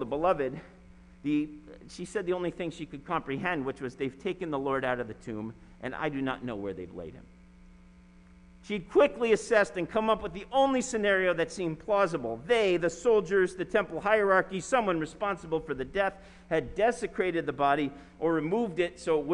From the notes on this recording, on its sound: Sermon preached at RCHP on April 4, 2021.